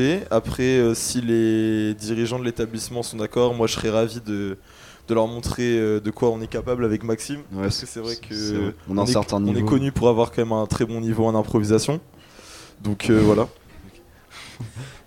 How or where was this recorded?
busy venue